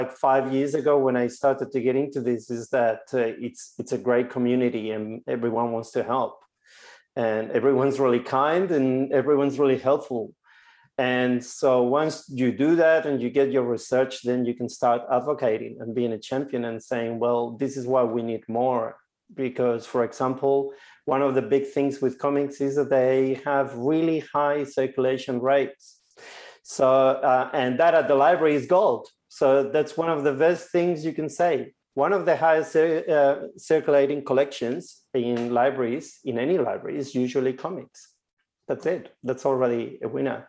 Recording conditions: video call